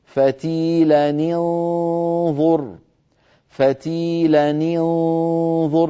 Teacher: النطق ساكنان نون التنوين من فتيلا والنون المخفاة من كلمة أنظر، فلا بد من كسر التنوين على قراءة حفص بن عاصم